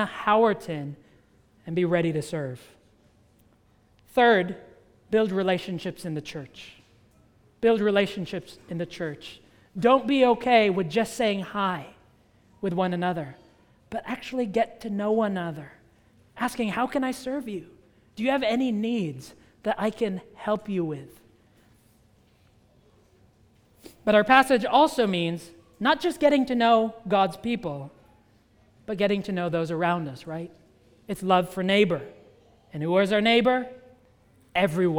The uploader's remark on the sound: at the United Christian Church of Dubai